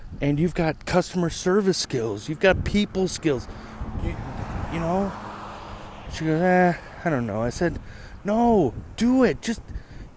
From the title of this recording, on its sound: you come with my on a walk to getting my haircut